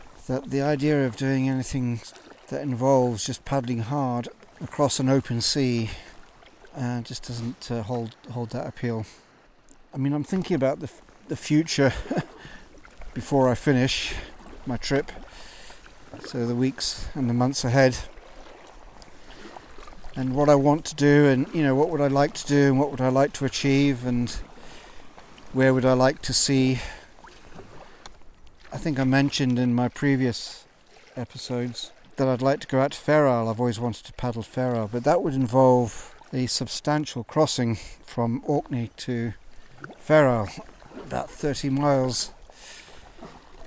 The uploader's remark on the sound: I recorded this live while sea kayaking up the west coast of Scotland. Paddling Into Loch Torridon.